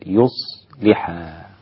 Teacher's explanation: قرأها على التخفيف هم الكوفيون بضم الياء وسكون الصاد وكسر اللام